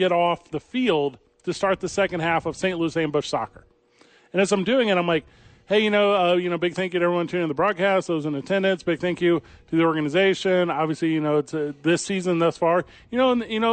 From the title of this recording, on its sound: Live at the Dukes Store